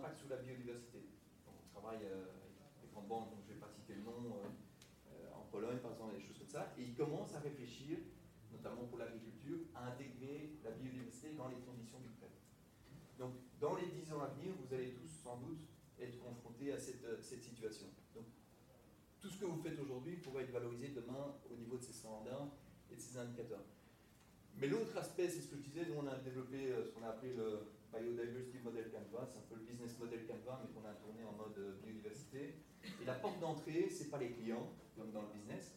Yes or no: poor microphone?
yes